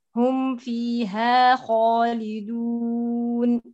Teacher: أيوة شوفي الذي عملتيه في الميم قبل الفاء، لا تقولي هم فيهم، هذه آلية الإخفاء وهذا ما حذر منه. واحذر لدى واو وفاء أن تختفي لقربها، فالفاء قريبة من مخرج الميم